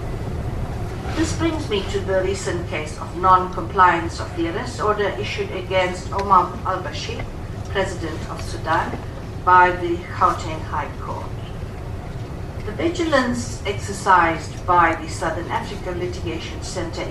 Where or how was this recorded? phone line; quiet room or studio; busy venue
busy venue